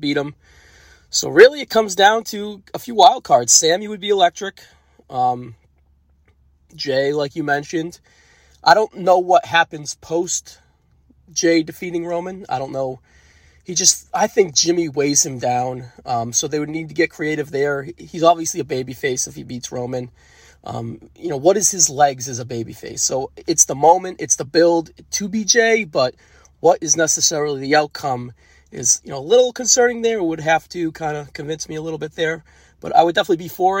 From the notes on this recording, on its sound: Members of the NoSo Braintrust often chat about the most random of topics via audio messages in their group chat... This entire podcast is made up of those audio clip conversations that occur over the course of multiple days.